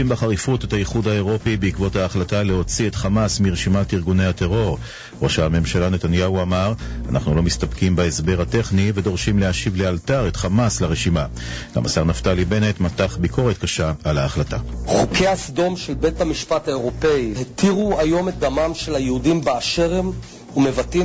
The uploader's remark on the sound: live via telephone